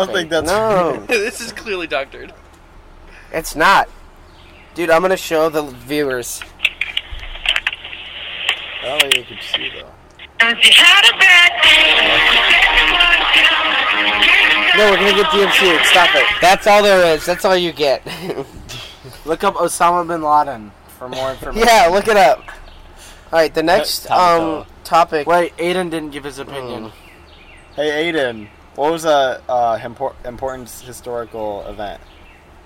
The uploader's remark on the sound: Hi technical difficulties!! We are outside though!